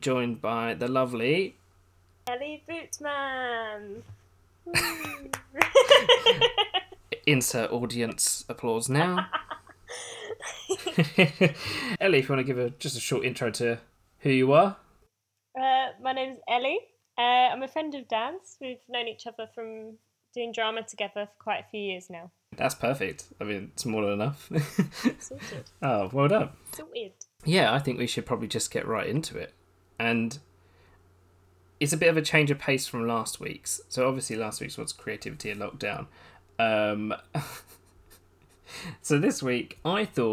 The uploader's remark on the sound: Apologies for the technical issues with sound, still working out the kinks!